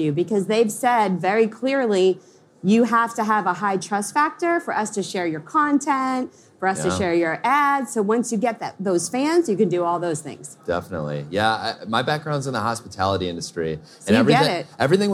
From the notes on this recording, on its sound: This episode of the DigitalMarketer podcast has been taken straight from the Traffic & Conversion stage and right to your headphones.